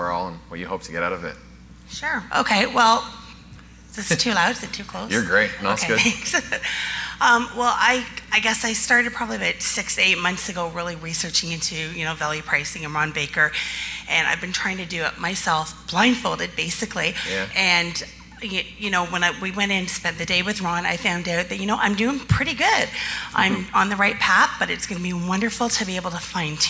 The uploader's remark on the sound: Live Broadcast at the The IPBC IGNITE Conference